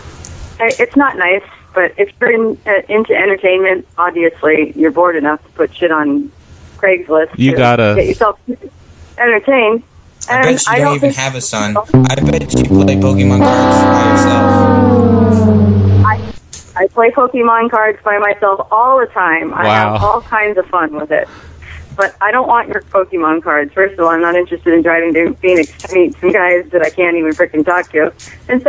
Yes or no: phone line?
yes